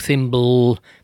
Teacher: tehát a b meg a l közé nem mondok semmit